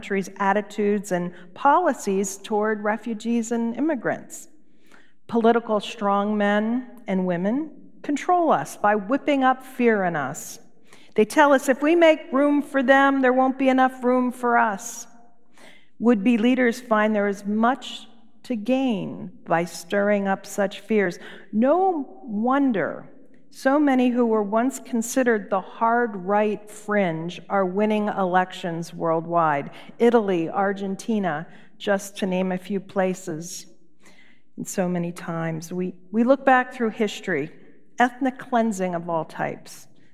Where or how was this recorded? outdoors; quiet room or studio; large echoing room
large echoing room